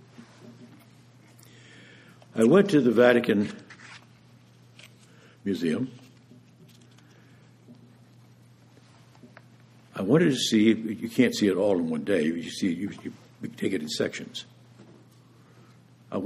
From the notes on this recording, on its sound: preached this homily at Vespers on January 12, 2019